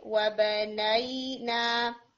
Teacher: یہاں نئی کہتے ہوئے آپ کا غنہ نہیں جانا چاہیے